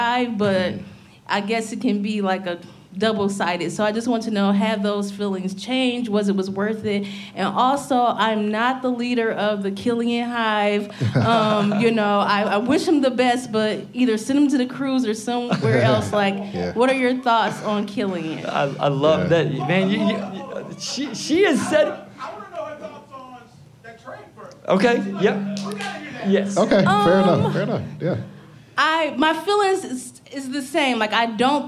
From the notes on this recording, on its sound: It's our first live show! Answering live crowd questions at Hopcat Detroit. Revel in the sounds of our first live taping.